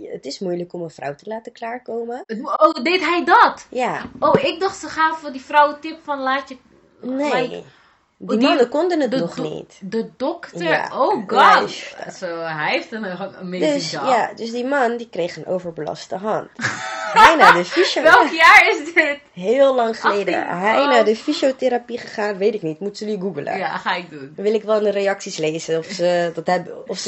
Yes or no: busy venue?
no